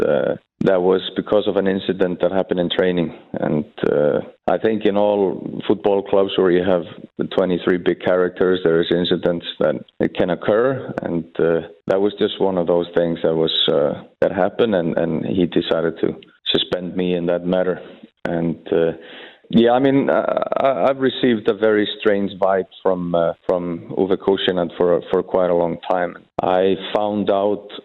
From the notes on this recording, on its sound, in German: Er packt am Telefon